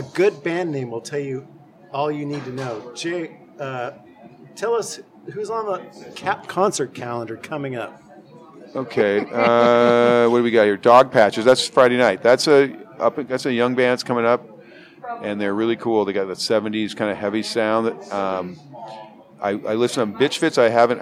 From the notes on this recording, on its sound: Recorded live at Darrell's Tavern on so-seedy-we-love-it Aurora Ave. Darrell's embraces the dive bar ethos and proclaims it's "where your dad used to drink."